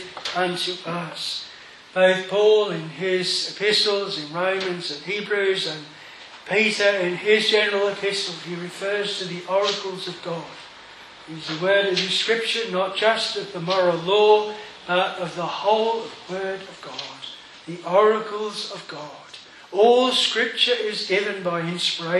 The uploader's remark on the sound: This sermon was preached at Hedge End Strict Baptist Chapel. On the 183rd Anniversary.